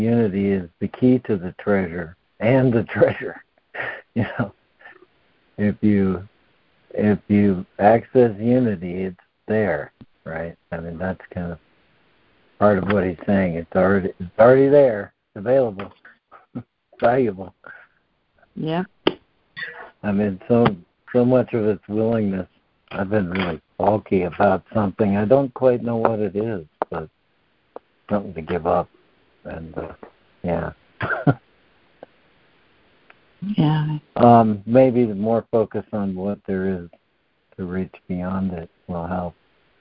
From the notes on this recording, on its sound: Joining together on a Free Conference Call.